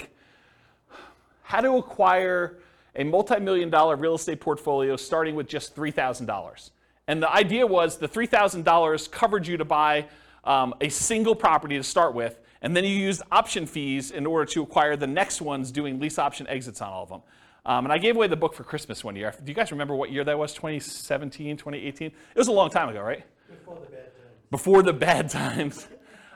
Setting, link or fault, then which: setting, live audience